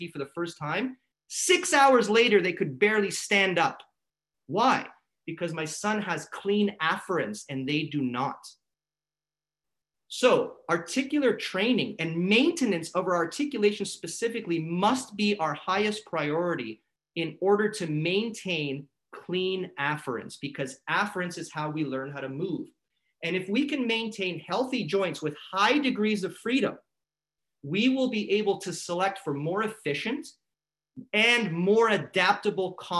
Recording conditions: video call